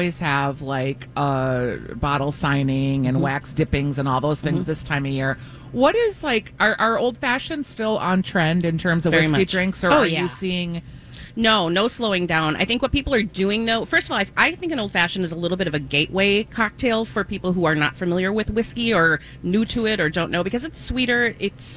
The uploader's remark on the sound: live at Surdyk's!